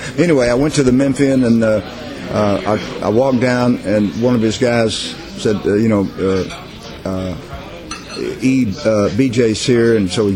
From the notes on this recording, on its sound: recorded in 2010 from the famed restaurant Lindy's in New York City